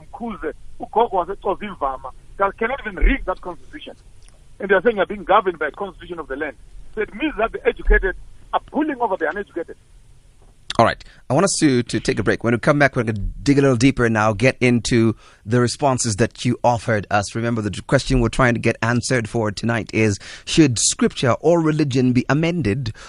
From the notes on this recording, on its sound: Guest on the phone